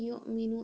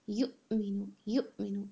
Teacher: تو آپ کوشش کریں کہ حمزہ کو ایک مضبوطی کے ساتھ ادا کریں، جھٹکے کے ساتھ، کیونکہ ساکن کی ساکن حالت میں ہے · Shown in: second take